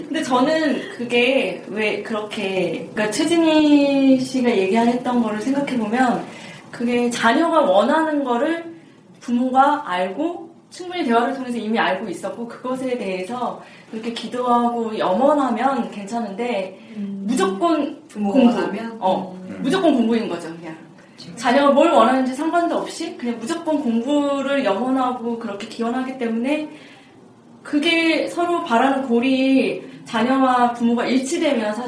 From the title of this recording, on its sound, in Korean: 라디오 음질